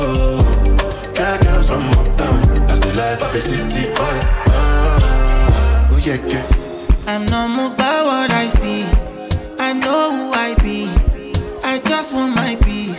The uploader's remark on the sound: Live audio recording of my set at Island Saturdays on Oct 7 2023